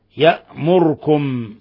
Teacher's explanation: قرأ أبو عمرو خلف عن الدوري بإسكان الراء يأمركم. أبو عمرو إذن الدوري له وجهان: إسكان الراء واختلاس ضمة الراء.